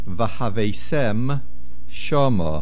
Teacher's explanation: Vahavesem, the main accent is on the end of the word, the last syllable.